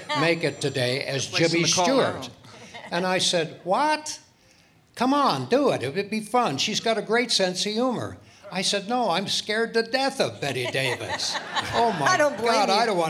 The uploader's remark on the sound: Live at the SouthPoint Casino